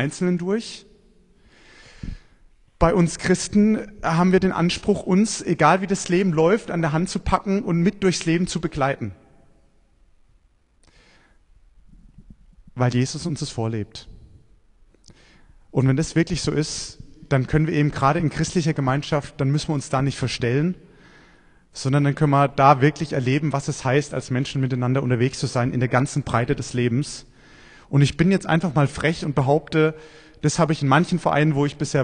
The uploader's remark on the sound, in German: Predigt beim Buß- und Bettag in Kraichtal 2023